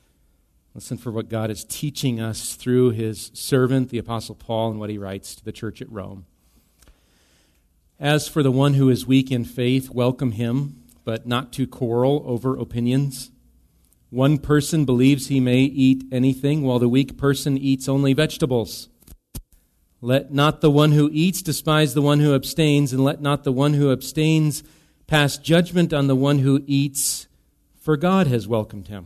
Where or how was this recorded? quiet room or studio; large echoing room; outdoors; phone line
large echoing room